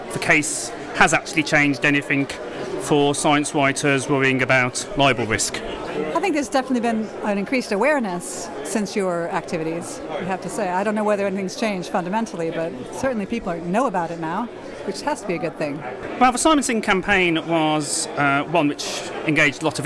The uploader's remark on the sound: we interview various participants during the recent Science Online conference in London